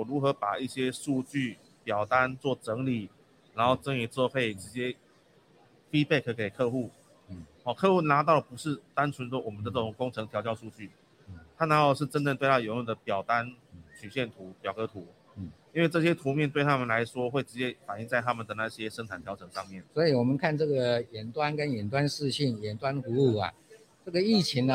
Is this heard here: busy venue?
yes